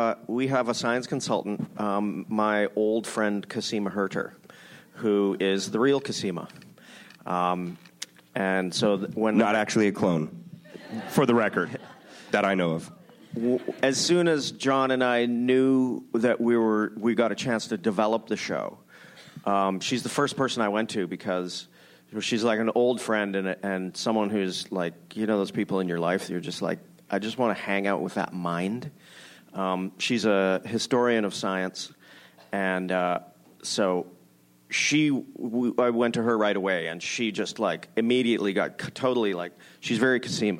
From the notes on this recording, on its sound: ORPHAN BLACK panel from ATX Television Festival. Recorded June 6, 2015 at ATX Television Festival.